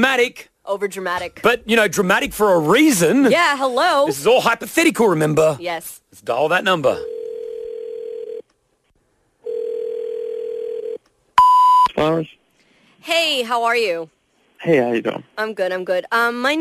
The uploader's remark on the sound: the most epic of prank phone calls